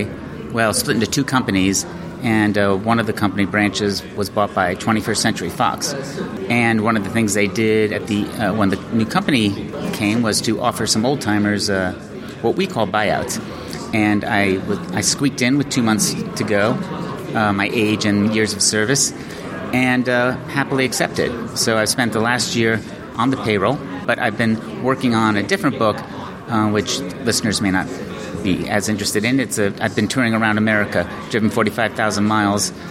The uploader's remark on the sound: This week we're at the Royal Festival Hall